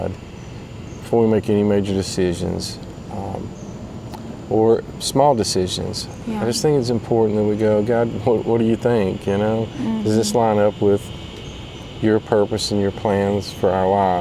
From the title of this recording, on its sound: Myrtle Beach South Carolina KOA sitting around the campfire roasting marsh mellows